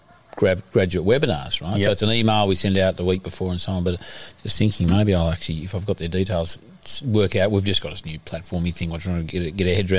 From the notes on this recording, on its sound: Short interviews. Recorded at the Regionality 'Farm 2 Plate Exchange.